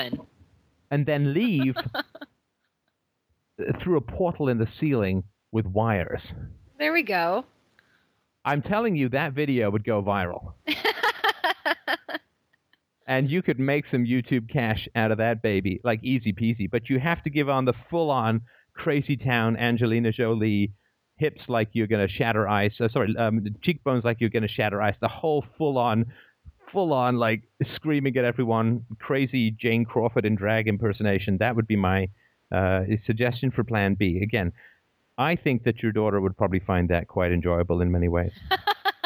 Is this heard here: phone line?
yes